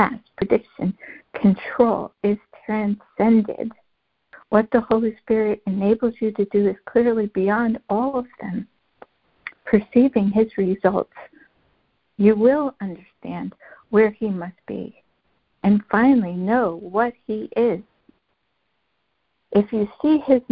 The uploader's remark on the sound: ACIM Daily Conference Call.